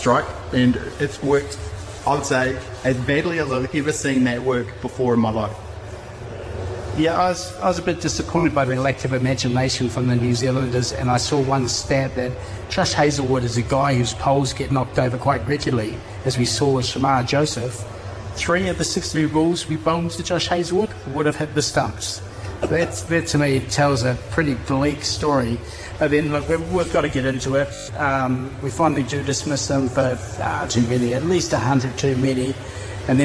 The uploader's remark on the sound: live from the Cricket Museum at the Basin Reserve in Wellington